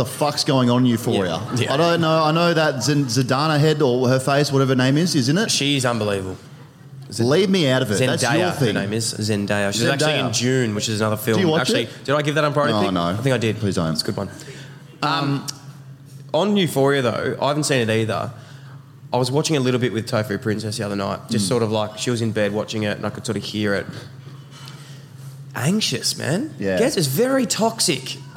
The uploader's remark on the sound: We report live from the Pub at Crown with a massive AFL Season preview.